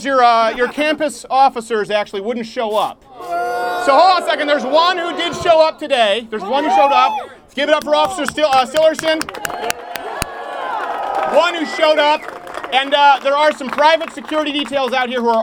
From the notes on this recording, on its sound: 'CHANGE MY MIND' LIVESTREAM! We take to the streets of Illinois.